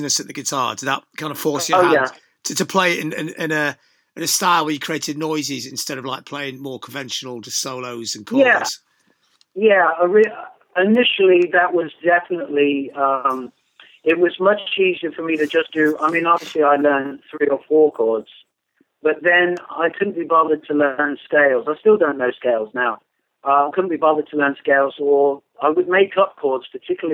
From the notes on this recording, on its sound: talks on the phone